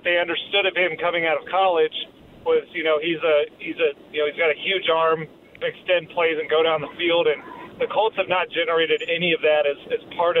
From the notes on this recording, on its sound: Full Show: Live From Mucky Duck On A Blue Friday!